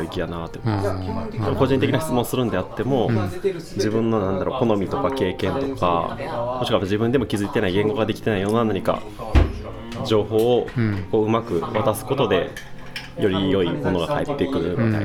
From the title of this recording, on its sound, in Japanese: BAR KRYPTOで